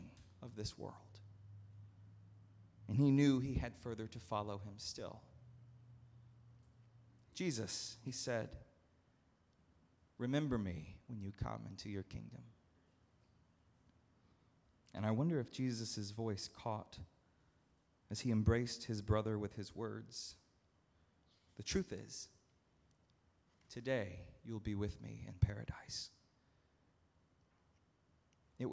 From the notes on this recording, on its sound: at Northminster Church on November 24, 2019